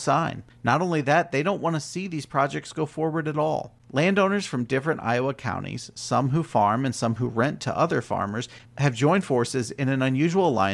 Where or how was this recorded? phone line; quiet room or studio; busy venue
quiet room or studio